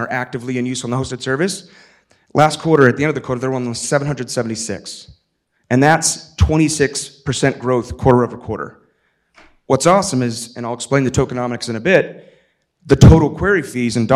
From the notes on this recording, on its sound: In this engaging keynote from Disco Summit 2023.